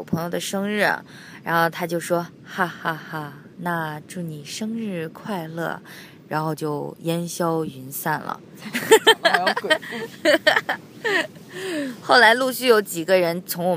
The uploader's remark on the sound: We are on a beach! 这是我们俩在一个神秘的地方录制的特别精短版！